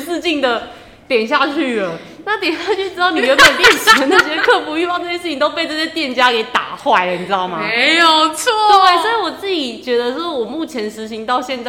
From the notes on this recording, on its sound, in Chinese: 本集聲音有稍微回音效果，。因為經費有限、場地有限，在高山上的教室錄音，。音場問題請見諒～。